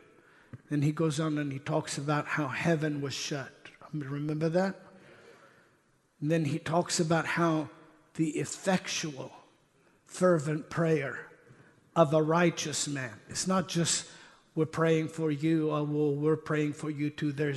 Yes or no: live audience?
yes